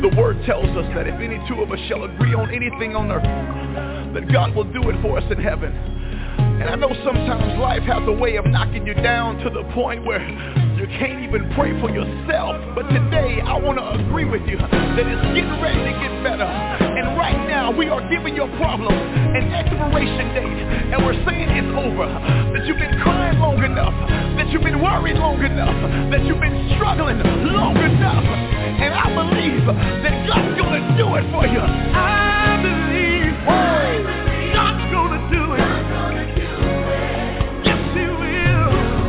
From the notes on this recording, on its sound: TNTSuperfantastic Conference Call